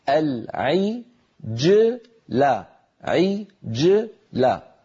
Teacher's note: العجلة، جيم ساكنة قبلها مكسور بعدها مفتوح، علينا أن ننطق هذا الجيم غير متأثرة، لا بالكسرة قبلها ولا بالفتحة بعدها